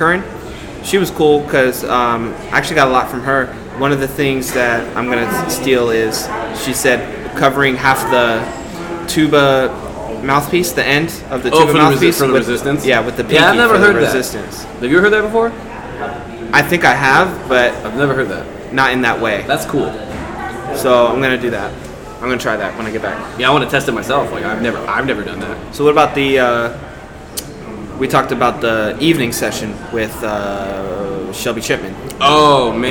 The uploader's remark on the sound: recorded live on location at the FBA summer conference 2021